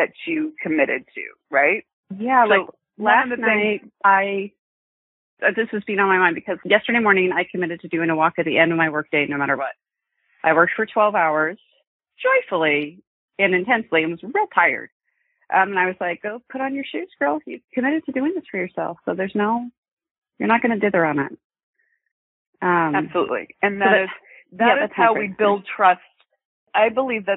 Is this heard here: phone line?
yes